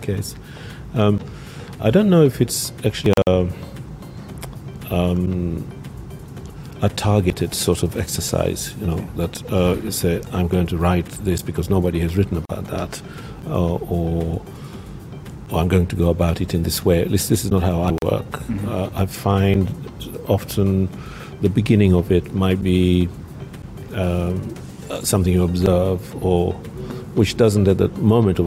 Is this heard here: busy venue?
yes